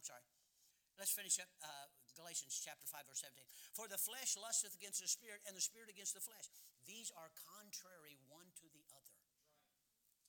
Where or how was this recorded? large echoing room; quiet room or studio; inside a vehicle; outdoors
large echoing room